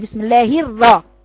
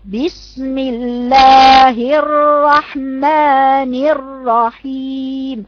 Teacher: راء ساكنة بقف عليها زمن مفخمة، ثم راء تاني مفتوحة · Shown in: second take · : بسم الله الرحمن الرحيم، بجيب الكسر بعدين بطلع من الكسر على حرف راء ساكن مفخم، ثم حرف راء متحرك مفخم مفتوح، ادي زمن الساكن وادي زمن المتحرك.